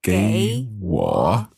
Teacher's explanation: 给, third tone, 我, third tone. And 请 is also third tone.